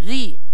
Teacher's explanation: وجدنا راء عليه كسرة، أي أن الكسرة من تحت الحرف، نقرأه بالترقيق